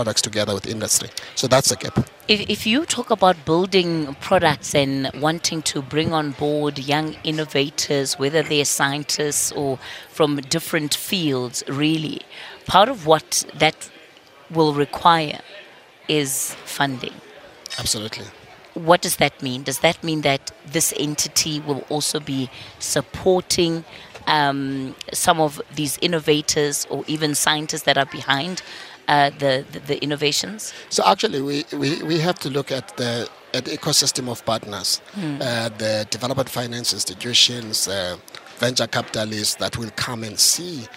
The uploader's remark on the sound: We are coming to you live from the Inanda Club in Sandton where the Council for Scientific and Industrial Research, also known as the CSIR, is launching its technology commercialisation enterprise known as CSIR C Cubed.